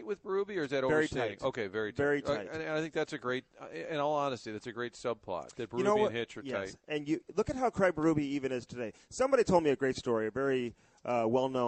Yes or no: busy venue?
yes